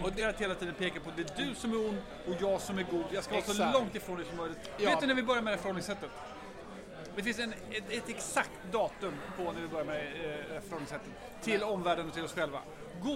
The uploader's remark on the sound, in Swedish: Den enda podcasten som spelas in “live” på Riche.